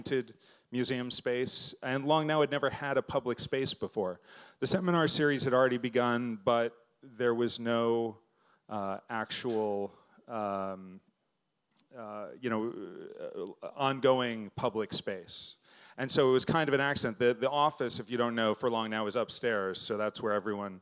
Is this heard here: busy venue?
yes